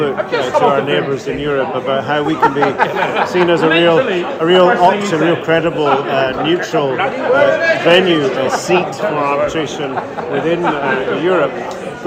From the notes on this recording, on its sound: This week we take the digital studio on the road to Edinburgh where we caught up with some of the attendees at the Scottish Arbitration Festival. Enjoy this LIVE edition of Disputes Digest!